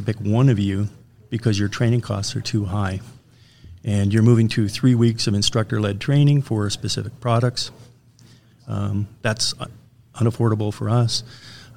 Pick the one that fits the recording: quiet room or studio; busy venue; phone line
busy venue